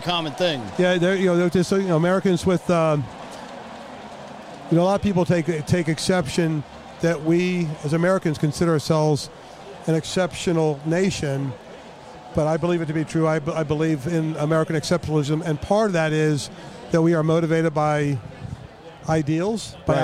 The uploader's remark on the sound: live from a suite in FedEx field at the Washington Redskins game